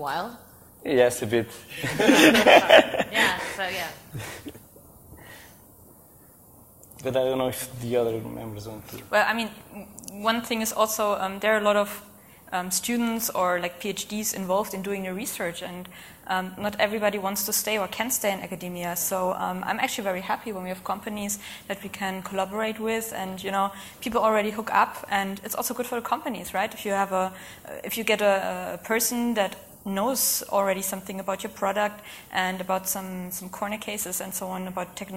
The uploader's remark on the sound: Live at RICON, 2014.